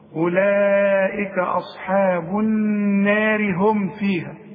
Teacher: عند الوصل الراء ده مرققة لانها مكسورة